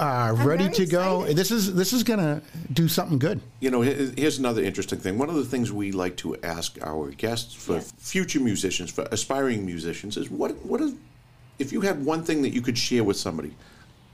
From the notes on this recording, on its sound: With members of her rehab team and a reporter from the Boston Globe in the room. Took to the stage at Johnny D's Uptown Restaurant and Lounge in Somerville. The featured singer on the bill for Chick Singer Night.